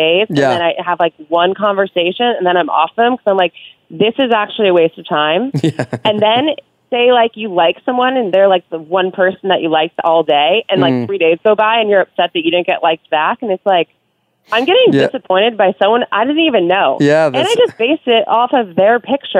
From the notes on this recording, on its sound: Has a phone conversation with a listener.